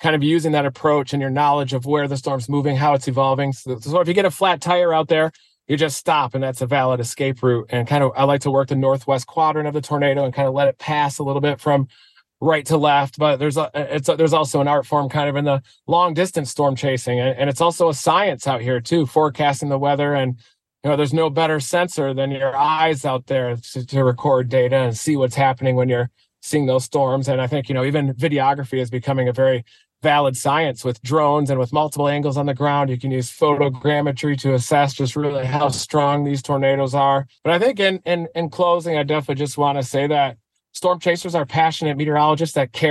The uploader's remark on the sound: live from the road